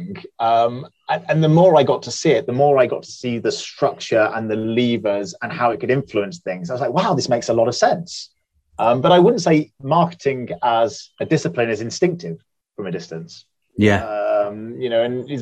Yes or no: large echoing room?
no